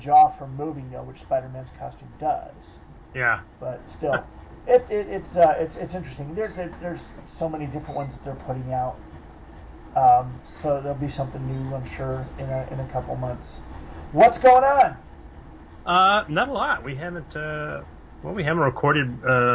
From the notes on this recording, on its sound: There were some issues with the audio recording this month, we apologize for the extra noise. My fault, the wrong mic was recording.